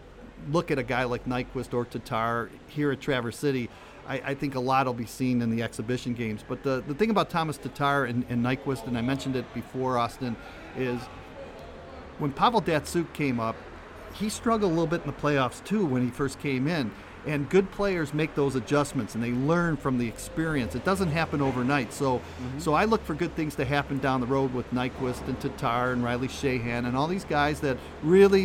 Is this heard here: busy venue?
yes